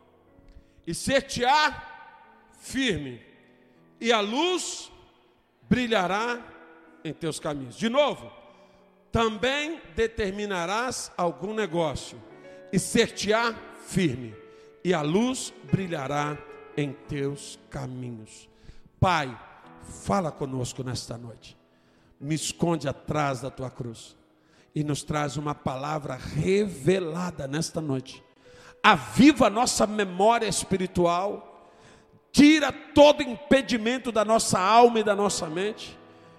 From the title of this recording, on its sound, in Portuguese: Ao Vivo na Casa de Louvor